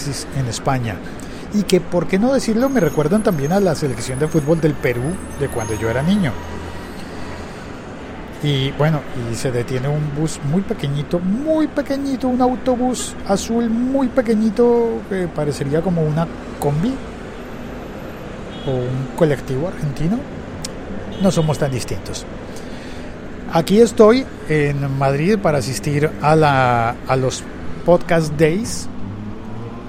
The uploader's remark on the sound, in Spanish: grabo este episodio en directo desde Gran Vía, en Madrid, España.